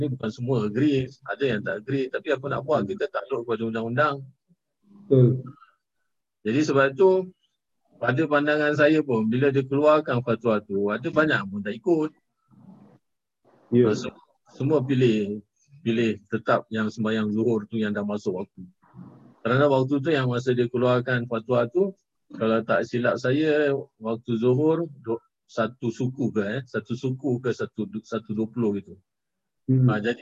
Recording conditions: video call